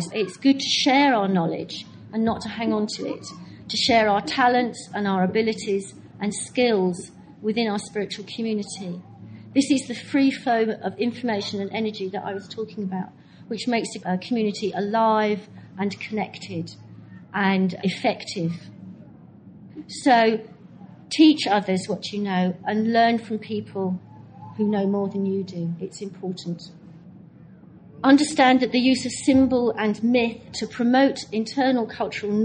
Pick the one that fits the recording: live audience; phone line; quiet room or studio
live audience